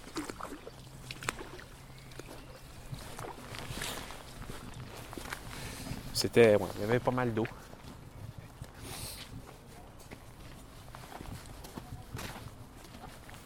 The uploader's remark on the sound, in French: Enregistré dans les rues de St-Hyacinthe